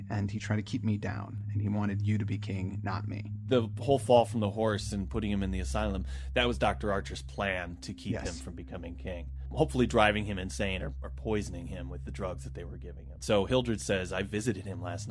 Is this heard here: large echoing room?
no